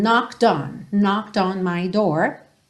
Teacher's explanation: Eu pego o D e já junto no on